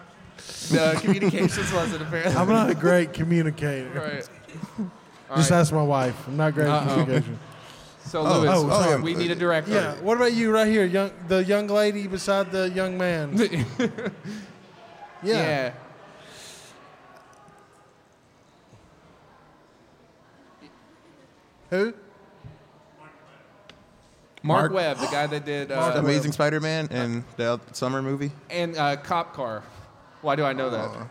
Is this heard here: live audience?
yes